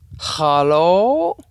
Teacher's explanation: His tone rising at the end, almost as a question.